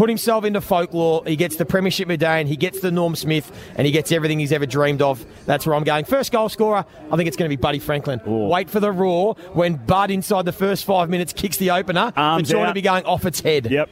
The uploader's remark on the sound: Live from the G for the Grand Final. Today we're live from the Triple MCG in the lead up to the 2022 Toyota AFL Grand Final between Geelong and Sydney.